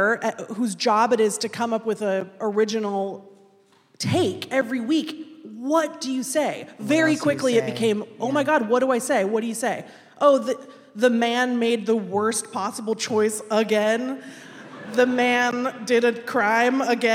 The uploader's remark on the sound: Live from Seattle. Today we’re sharing an excerpt from our live show at Town Hall Seattle.